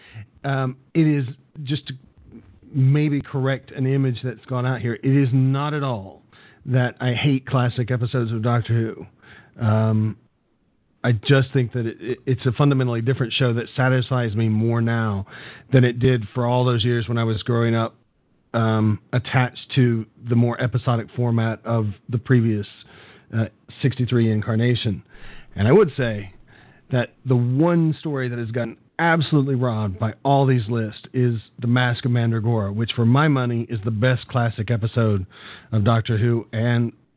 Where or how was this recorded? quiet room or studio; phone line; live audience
phone line